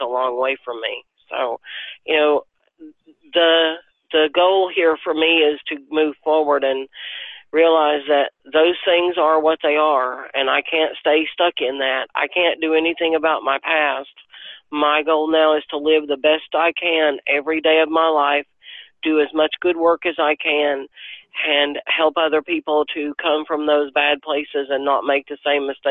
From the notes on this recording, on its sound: Her laptop was damaged a few days before our interview. Instead of backing out she decided to call in on a phone line instead.